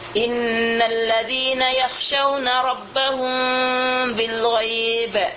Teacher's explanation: Ini mim yang mati ini kita sembunyikan dia ke dekat harful ba. · Term: ikhfa syafawi